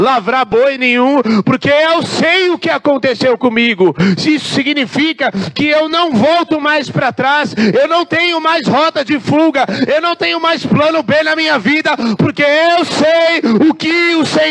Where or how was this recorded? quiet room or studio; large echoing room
large echoing room